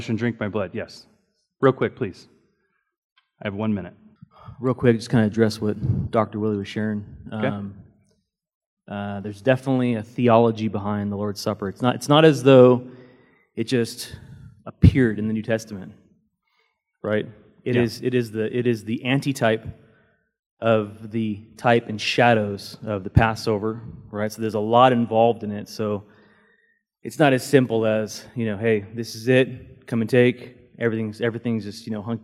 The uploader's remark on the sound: Recorded during Sunday School